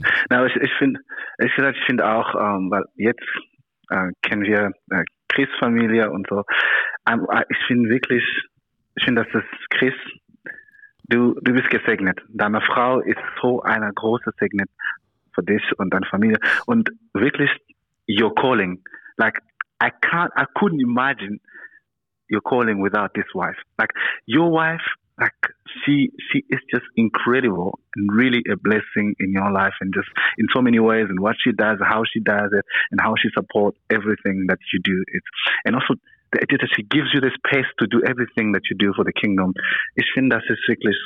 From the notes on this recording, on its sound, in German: Per Telefon aus dem weit entfernten Wesel dazugeschalten.